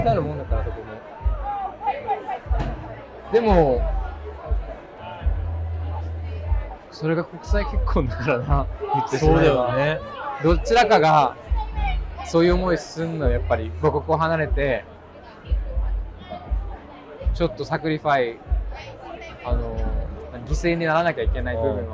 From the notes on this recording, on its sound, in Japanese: 外収録//。今回のロンダンは初のフィールド収録！シャッター音が鳴るところでインスタに写真載せてるよ。